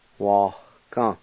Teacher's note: right between the A and the G, there's kind of like a faint H sound